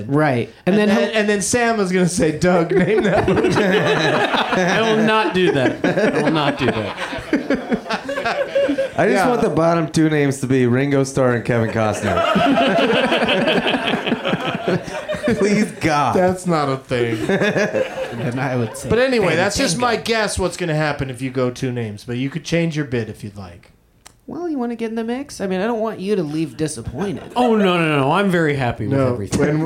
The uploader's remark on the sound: Live from the UCB Franklin